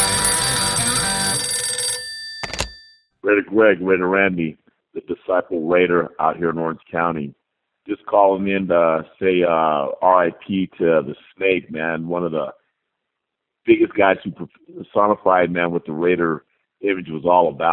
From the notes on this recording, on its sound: Raider Nation "Boneline" Call-in Segment.